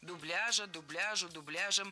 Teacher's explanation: Ударение нужно было ставить всегда на второй слог. Дубляжа, дубляжу, дубляжем.